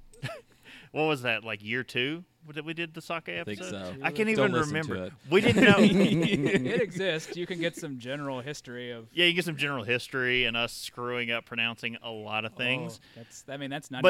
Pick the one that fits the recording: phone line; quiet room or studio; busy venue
busy venue